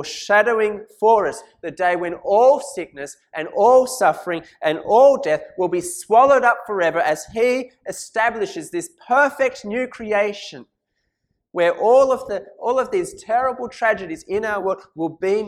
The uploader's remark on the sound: This sermon was preached at St Mary's Cathedral, KL on 12th November 2017.